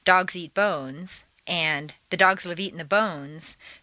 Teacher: it takes the same amount of time to say both sentences since they have the same number of stresses